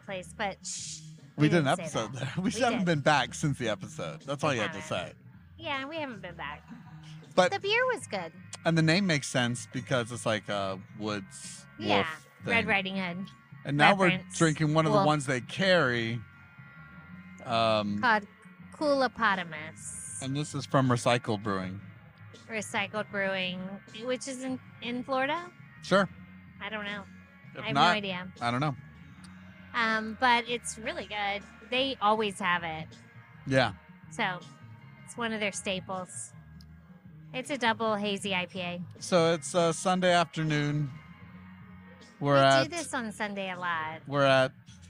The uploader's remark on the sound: This episode was recorded at Common Dialect Beerworks in Tampa, Florida